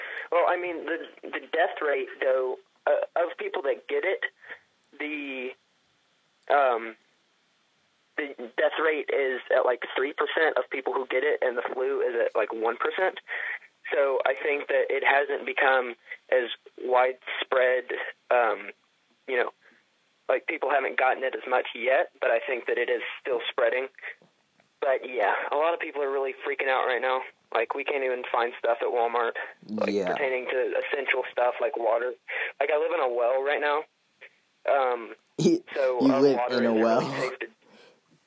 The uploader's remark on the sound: via telephone